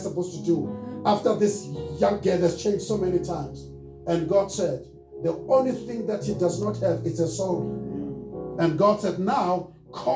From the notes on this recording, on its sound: Recorded Sunday, 02 July 2023 at Love Beyond in Harveston.